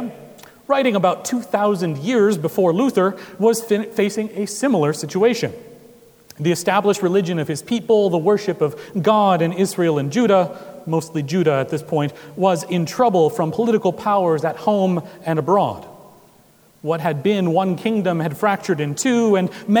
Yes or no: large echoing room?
yes